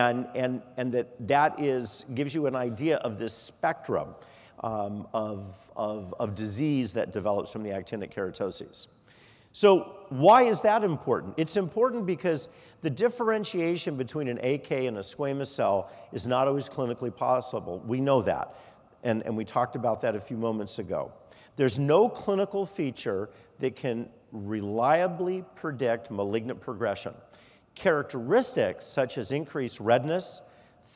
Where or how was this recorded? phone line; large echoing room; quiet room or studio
large echoing room